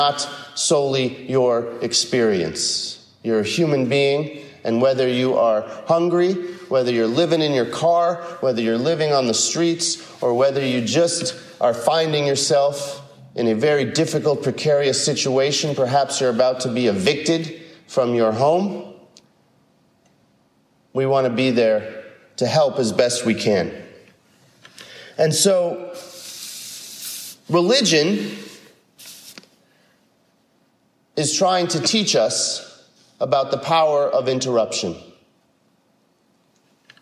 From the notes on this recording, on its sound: a recent sermon (5/29/22) he delivered at San Marino UCC